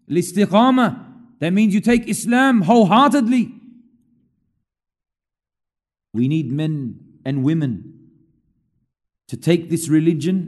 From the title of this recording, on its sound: LIVE from Masjid Al-Azhar, Belmore